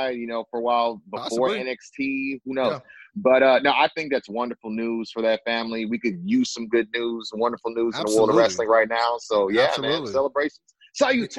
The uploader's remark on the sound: via Zoom